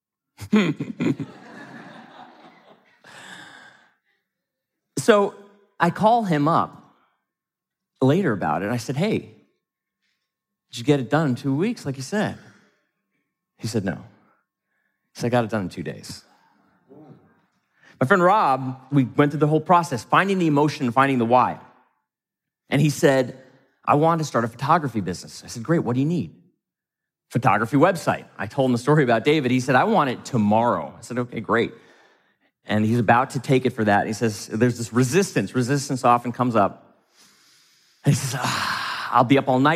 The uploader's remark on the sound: from the stage of Mindvalley’s A-Fest